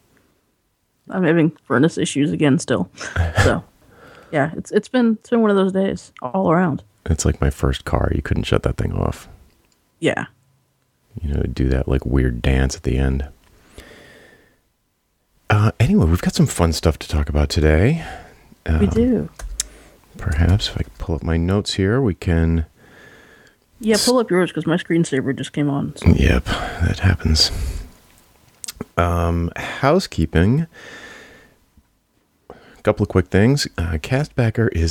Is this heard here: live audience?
no